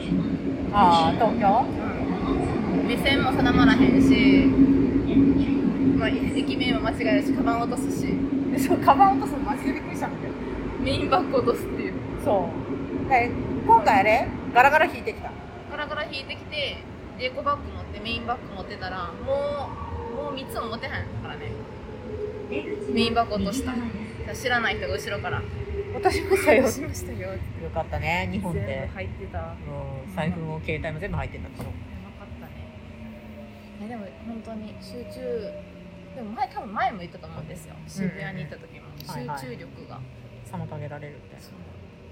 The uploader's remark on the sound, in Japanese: お互い忙しくてまさかの「電車移動トーク」になりましたとさw。本日電車の音が入ってますので。